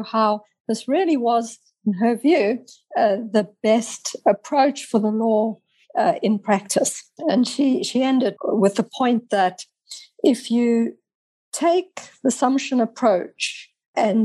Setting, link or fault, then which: link, video call